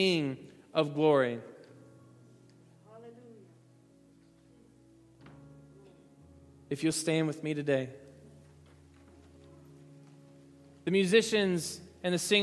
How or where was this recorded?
large echoing room